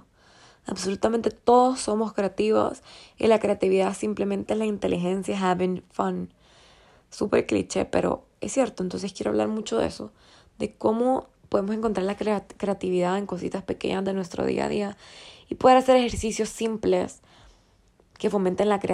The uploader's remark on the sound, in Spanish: Nada de guión todo desde mi corazón y sueños grabado una noche random a las 12:21 AM from my iphone.